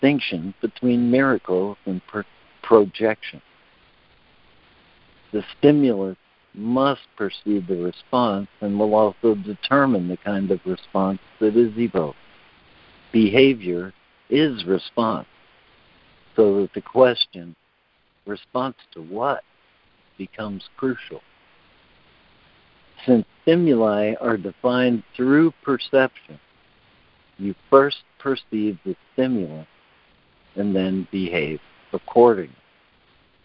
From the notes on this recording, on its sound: ACIM Daily Conference Call